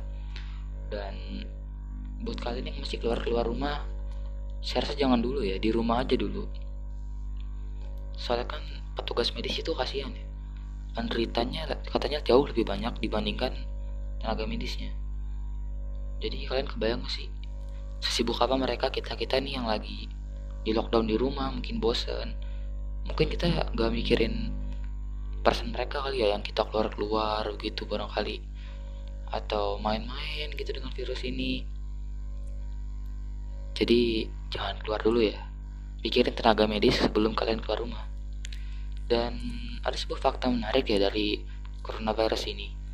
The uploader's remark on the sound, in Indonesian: Masih menggunakan alat sederhana seperti earphone , smartphone biasa dan masih belum menggunakan mic. Saya belum bisa meninkatkan audio menjadi lebih baik .